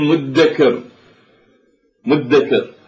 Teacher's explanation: فهي بالأصل تاء وقلبت هذه التاء إلى دال ثم أدغم الدالان